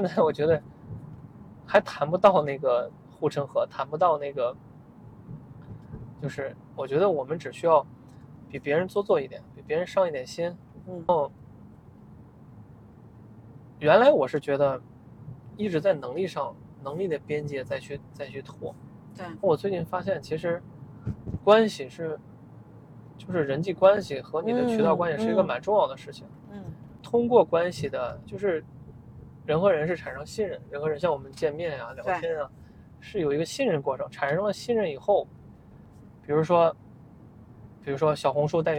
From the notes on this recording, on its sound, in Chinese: 这期很特别，因为我忙着赶车所以是在车上录制的这期播客。